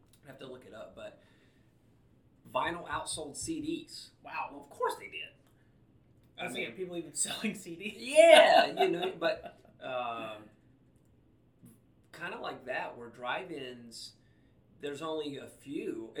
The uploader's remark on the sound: STILL battling audio issues